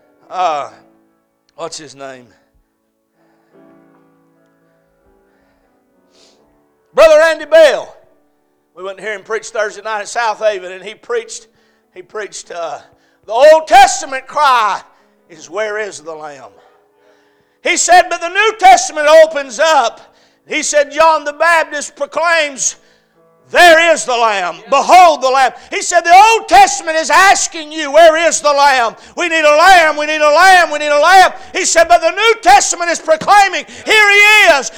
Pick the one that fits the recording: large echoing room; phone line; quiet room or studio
large echoing room